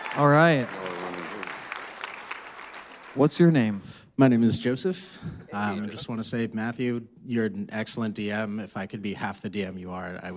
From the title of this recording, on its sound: Live from San Diego Comic-Con 2018